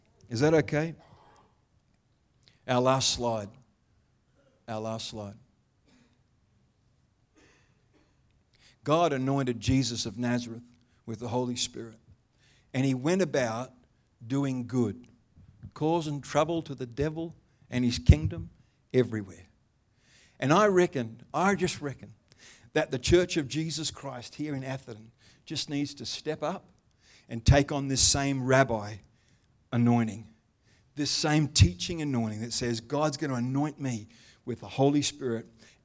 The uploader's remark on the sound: The live stream of Destiny Church Atherton.